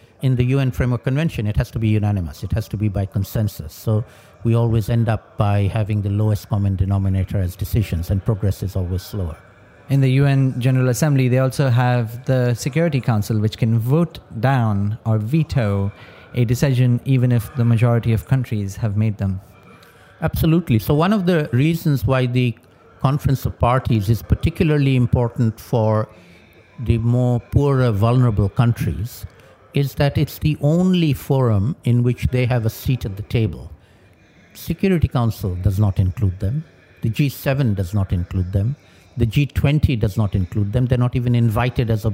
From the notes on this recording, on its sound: recorded at COP27